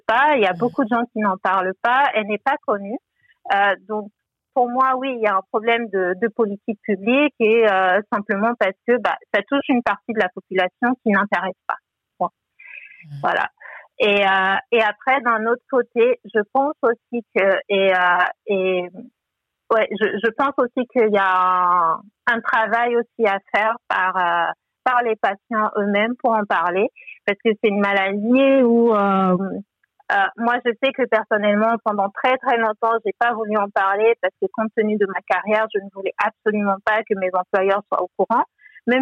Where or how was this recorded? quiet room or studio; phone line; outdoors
phone line